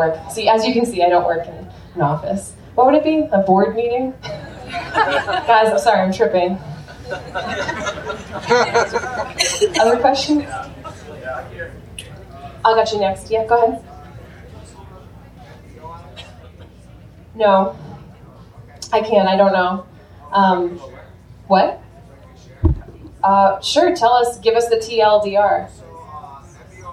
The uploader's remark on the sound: live 2017 talk at the Oregon Eclipse festival